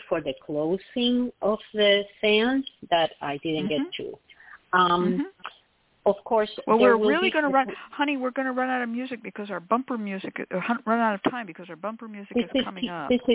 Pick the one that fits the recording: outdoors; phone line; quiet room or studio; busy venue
phone line